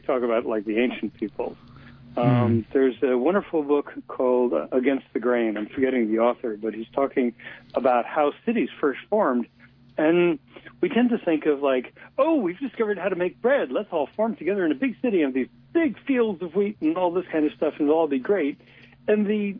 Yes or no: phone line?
yes